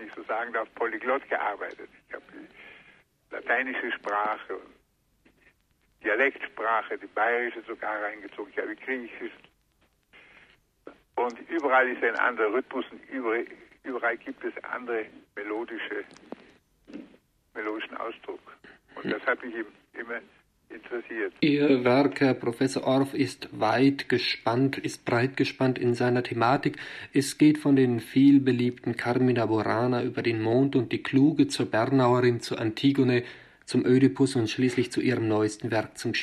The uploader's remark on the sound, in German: In einem Telefoninterview